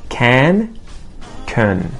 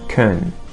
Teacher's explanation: Can sounds like van, dan, man, plan, etc. But it can be contracted when it is not the important word in a sentence, and it can become kun. Can, kun. All right, now let's move on to can't.